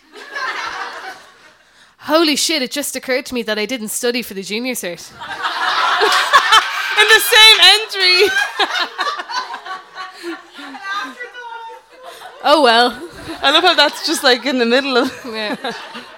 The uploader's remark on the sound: We reveal some of our most mortifying teenage stories in front of a sold-out crowd of sounders. Live at The Fourth Corner in Dublin 8.